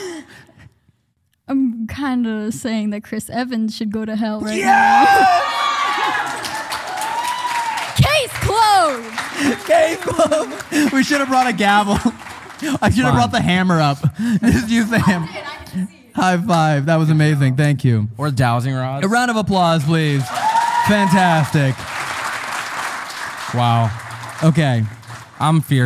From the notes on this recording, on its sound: This episode was filmed in front of a live audience at the haunted Pennhurst Asylum in Spring City, PA on August 25, 2022.